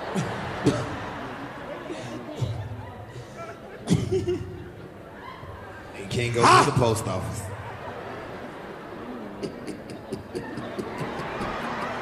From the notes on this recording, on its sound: The coldest podcast heats up Kansas City with a classic hilarious comedy show recorded live at the Arvest bank theatre in Kansas City Missouri! The 85 south show continues the sold- out foolishness.